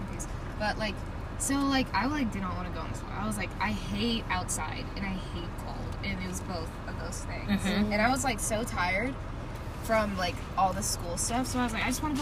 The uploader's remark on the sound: This time we are driving home from the camp out.